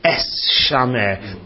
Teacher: It's the if you juxtapose those two letters, the s sound of the sof with the sh sound of the shin, they're both sibilant sounds, they both have a s or a sh sound, and they'll clash.